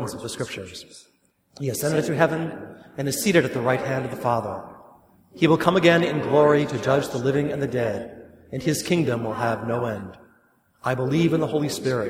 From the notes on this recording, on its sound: Mass for the 5th Sunday of Lent, recorded at St. John the Evangelist Church.